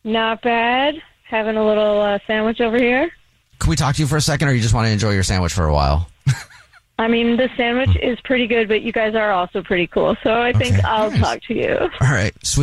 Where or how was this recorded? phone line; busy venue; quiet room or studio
phone line